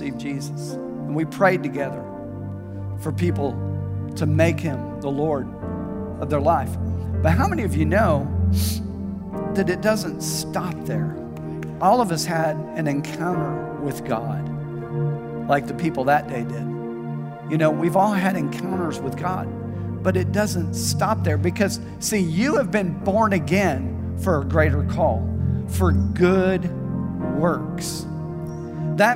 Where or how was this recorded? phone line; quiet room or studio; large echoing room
large echoing room